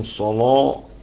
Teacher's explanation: ترقيق التاء تفخيم اللام والصاد فقط